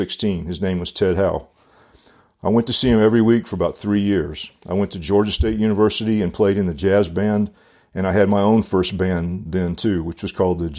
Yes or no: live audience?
no